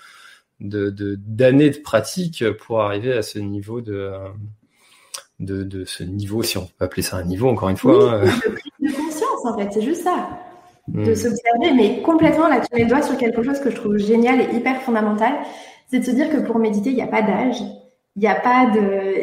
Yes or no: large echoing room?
no